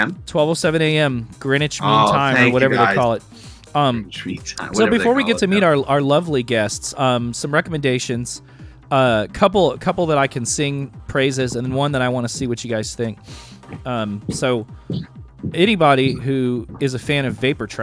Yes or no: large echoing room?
no